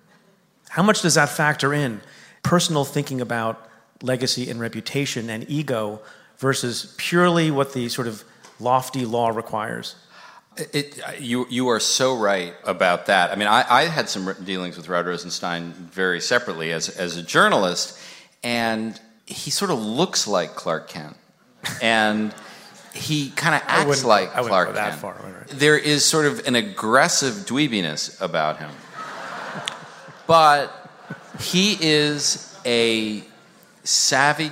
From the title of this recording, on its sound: Live from Town Hall